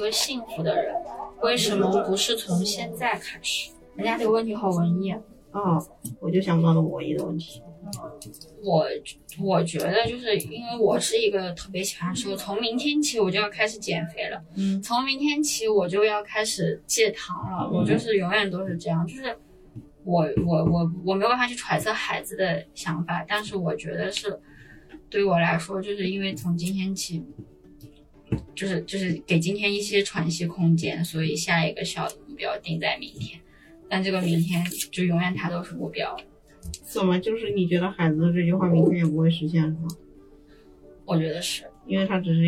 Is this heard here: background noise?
yes